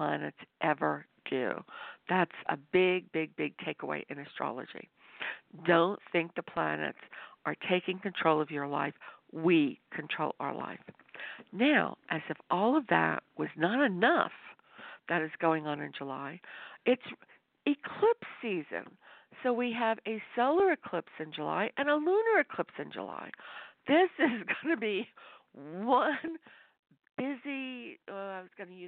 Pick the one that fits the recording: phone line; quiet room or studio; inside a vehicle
phone line